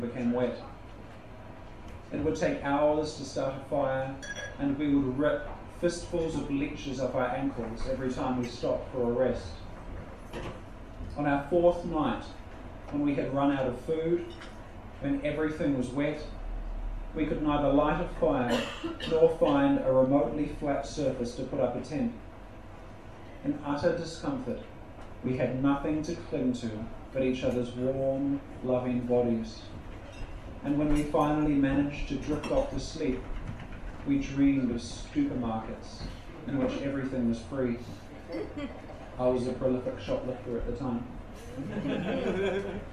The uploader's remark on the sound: A spoken word performance recorded at Open Studio in Melbourne December 2015.